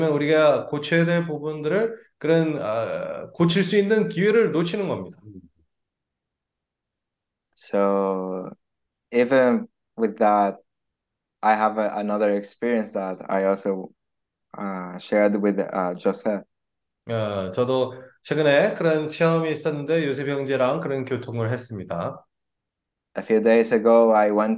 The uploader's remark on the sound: zoom meeting